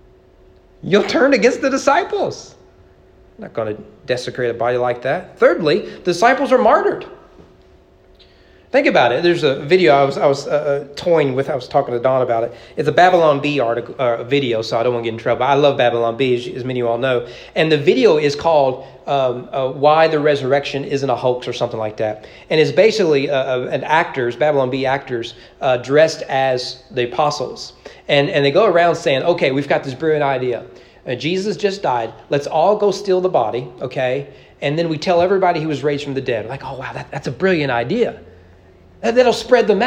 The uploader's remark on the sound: Sermon preached at East Frankfort Baptist Church on April 16, 2023 during evening worship.